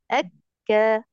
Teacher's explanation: طيب بعد كده هتجيب نعم الفتح، لساني هيرجع تاني انزله، تمام انزله، وبعدين هجيب بقى الفتح من هنا من ايه من الجوف كامل اكا، لساني كله ارتاح مش هيفضل مرتفع